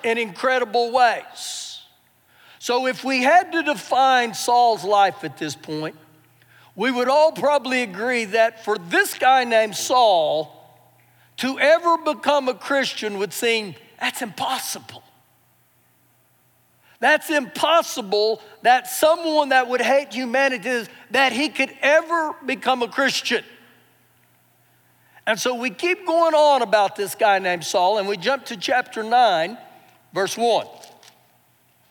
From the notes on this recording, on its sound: Recorded live during our Sunday morning service